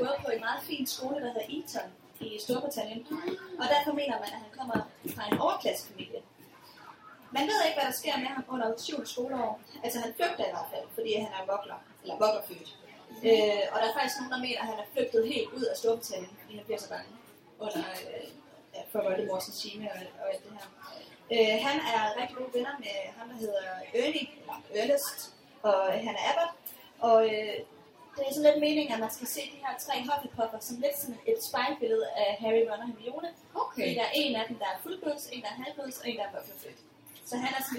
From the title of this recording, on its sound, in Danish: Det Første Liveshow fra Harry Potter Festival i Odense